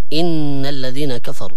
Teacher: هنا معنا نون مشددة لابد من تطويل الغنة فيها بمقدار حركتين، أي بمقدار حرفين، لأن الغنة لابد أن تكون في النون المشددة وفي الميم المشددة تلقائيا.